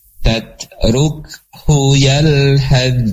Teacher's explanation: maka masuklah ya huruf tha-nya masuk ke dalam huruf za ya · Term: idgham